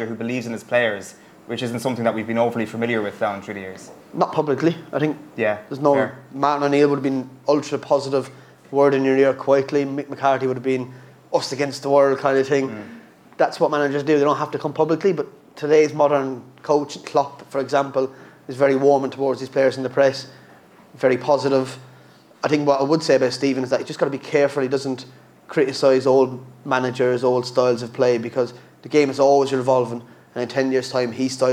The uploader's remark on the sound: live in Galway